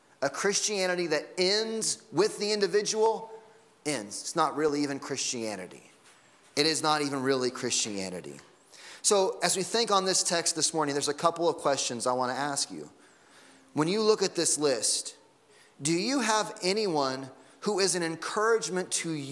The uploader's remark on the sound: Sunday Morning Sermon Audio